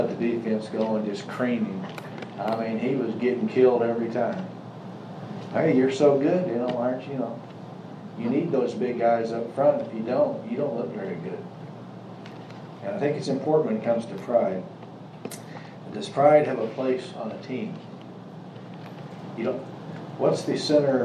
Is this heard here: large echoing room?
yes